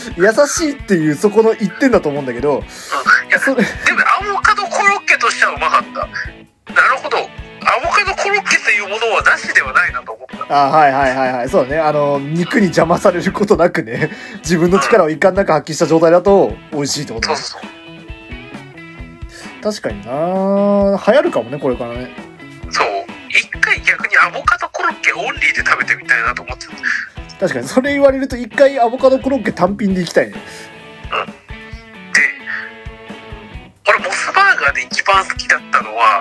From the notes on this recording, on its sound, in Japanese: 録音機材：iPhone7